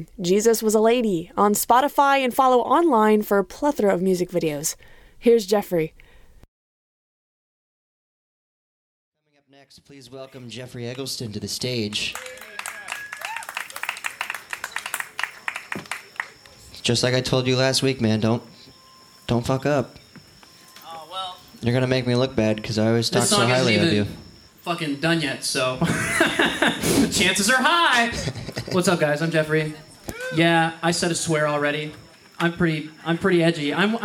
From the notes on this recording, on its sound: Recorded live at Late at the Lake, at Mozart's Coffee Roasters in Austin, Texas.